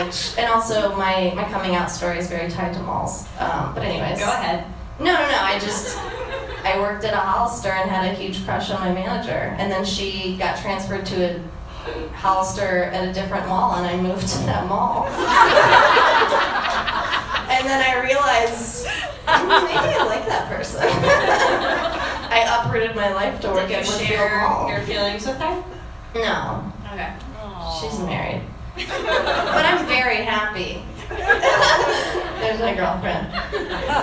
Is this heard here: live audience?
yes